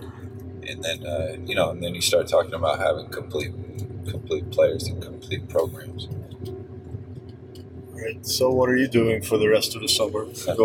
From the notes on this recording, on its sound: Excuse the sound quality, we have a little bit of learning to do when it comes to car podcasts.